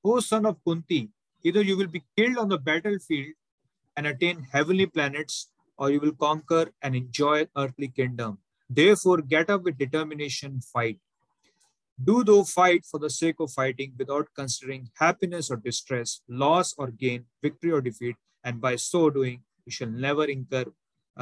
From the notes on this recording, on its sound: Zoom recorded class.